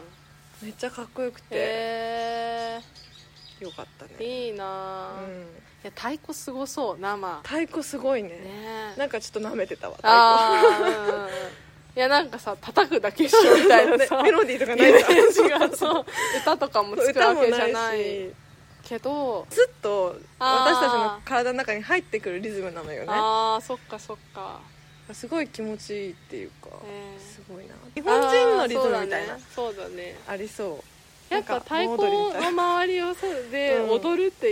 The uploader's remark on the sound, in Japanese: 今回はお庭収録です